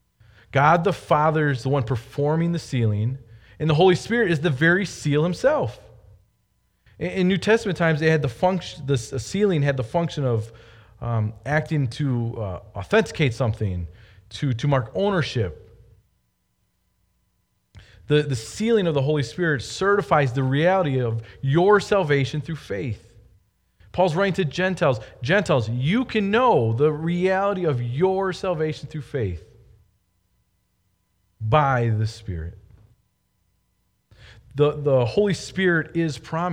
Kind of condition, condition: setting, large echoing room